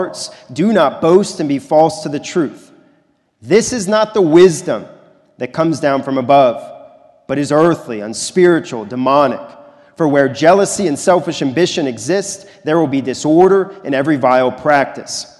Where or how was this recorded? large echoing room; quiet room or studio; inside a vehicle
large echoing room